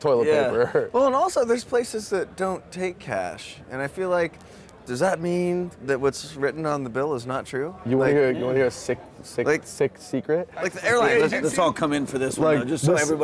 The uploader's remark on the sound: Live from New West Summit